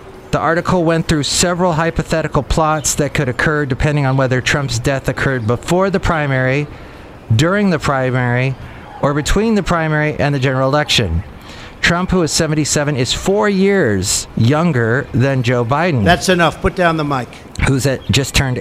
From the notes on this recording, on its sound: podcasts live from Café Anyway